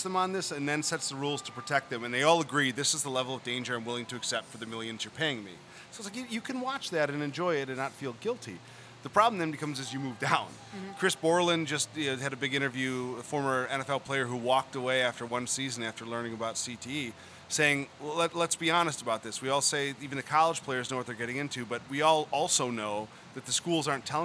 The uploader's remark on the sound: Live from Fenway Johnnie's in Boston!